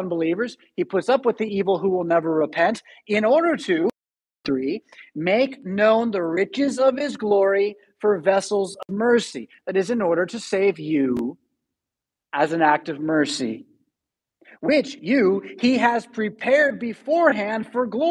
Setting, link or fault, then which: setting, large echoing room